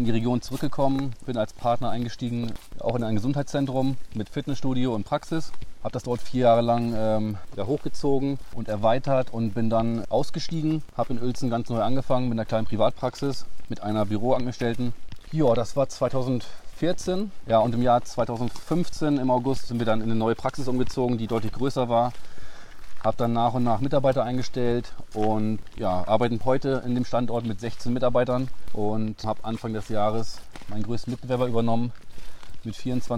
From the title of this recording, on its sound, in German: Auf einen Spaziergang